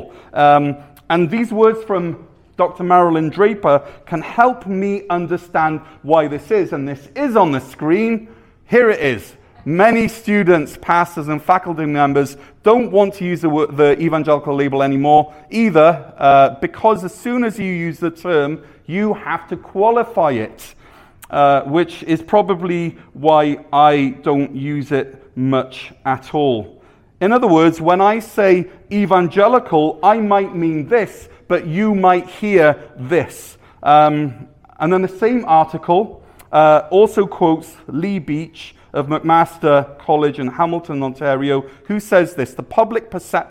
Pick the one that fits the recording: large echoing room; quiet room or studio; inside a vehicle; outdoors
large echoing room